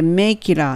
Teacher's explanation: make it の t が L の音に変わって make it a little cheaper っていう感じになります